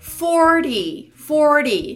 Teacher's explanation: Então eu tô puxando bastante esse R